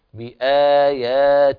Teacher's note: والذين كفروا بآياتنا، الاعتناء بالمدود الطبيعية في هذه الكلمة بآياتنا، عندي ثلاث ألفات موجودات في الكلمة كل ألف لها حركتين